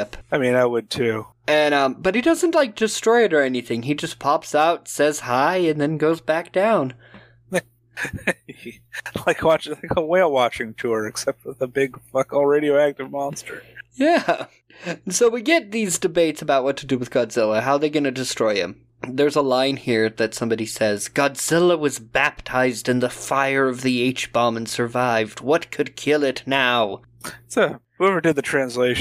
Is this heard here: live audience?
no